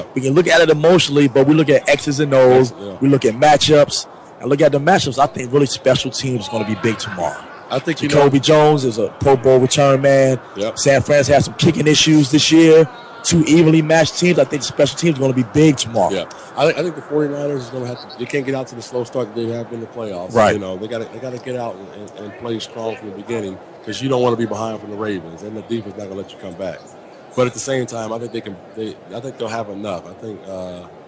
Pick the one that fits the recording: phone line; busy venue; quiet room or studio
busy venue